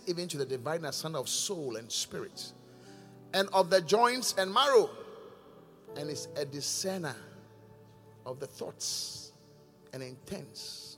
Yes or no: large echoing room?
yes